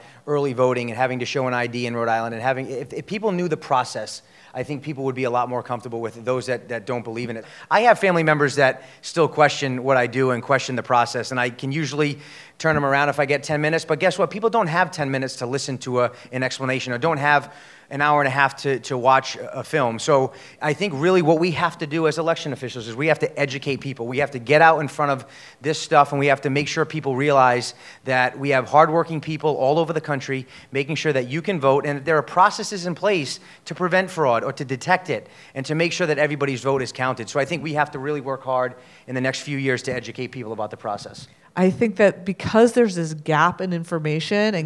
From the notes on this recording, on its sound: Spoke with the film's directors and two election officials at a recent screening at the GlobeDocs Film Festival.